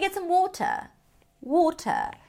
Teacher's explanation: And then the R is not pronounced in British English.